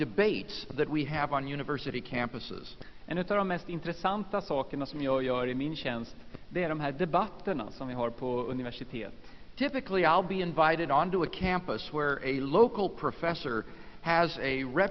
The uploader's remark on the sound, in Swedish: Inspelad i Saronkyrkan, Göteborg 1999-03-14.